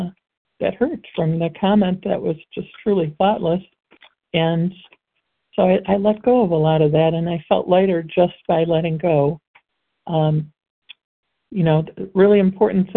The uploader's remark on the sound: qualification from the 100 Pounders Phone Meeting